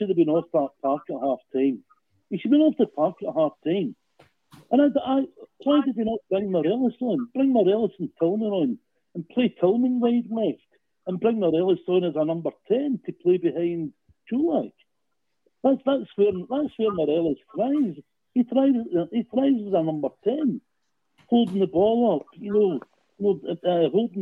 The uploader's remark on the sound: Rabble Phone